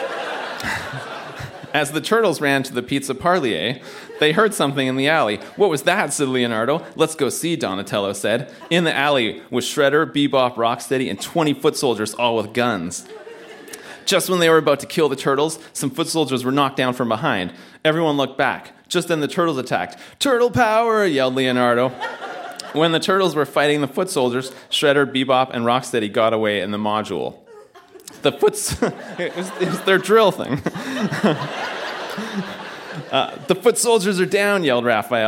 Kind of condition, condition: setting, live audience